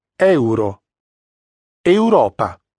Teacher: Diversamente dal tedesco, in italiano il gruppo vocalico EU non viene pronunciato OI, ma così come è scritto. Quindi le due vocali che lo compongono, la E e la U, mantengono ciascuna il suo suono.